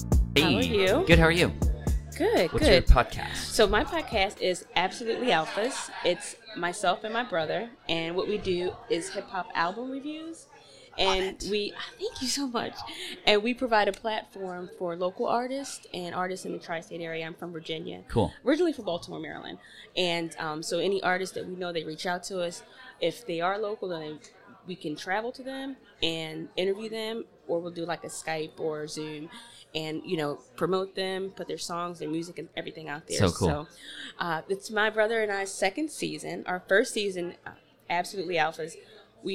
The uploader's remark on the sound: This episode was recorded live at Podfest 2019 in Orlando, Florida. This three-day epic event.